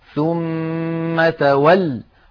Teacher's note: تولى عنهم أيضا هذا أصله تولى ماضي يتولى مضارع وأنت تولى، فبني على حذف حرف العلة من آخره، لذلك نقف عليه بحذف حرف العلة ثم تول، ولا بد من الضغط على اللام المشددة هكذا ثم تول، ولكن لا يتعمد هذا الوقف وإنما هو وقف اضطراري أو اختباري.